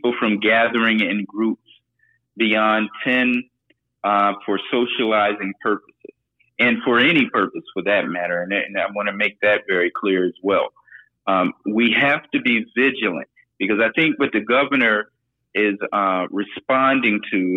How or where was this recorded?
phone line